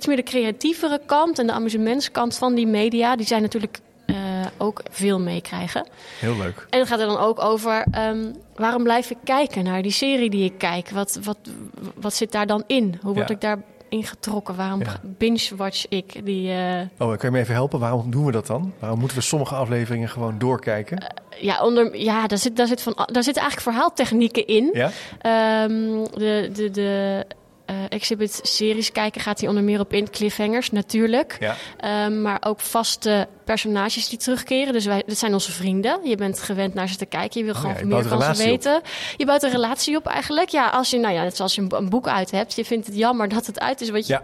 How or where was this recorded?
busy venue